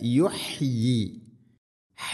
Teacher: ح തൊണ്ടയുടെ മധ്യഭാഗമാണ് മഖ്റജ്.